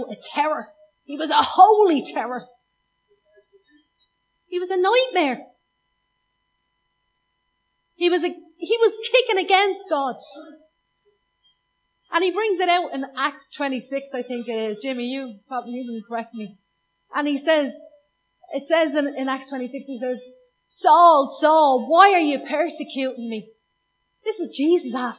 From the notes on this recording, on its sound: Recorded live at Liberty Church on 24th Feb 2019